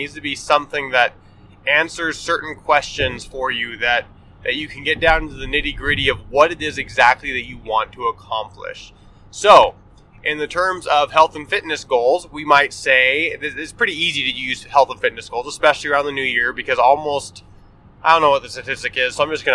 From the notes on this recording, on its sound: Pardon the poorer than usual audio quality as this is recorded on the fly while driving to northern Utah for a family event!